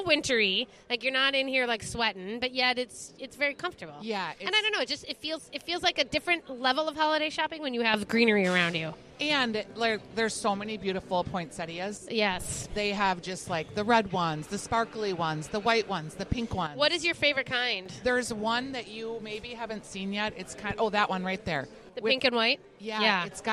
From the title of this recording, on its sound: Live at Plate and Paracel Holiday Market